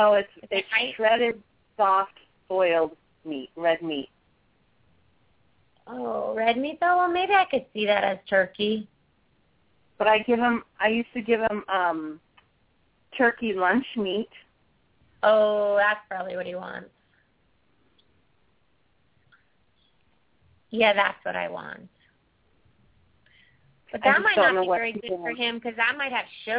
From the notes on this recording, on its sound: open up the lines for listeners to call